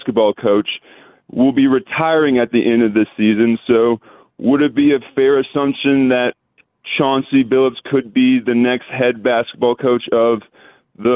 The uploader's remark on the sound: we start taking a few of your phone calls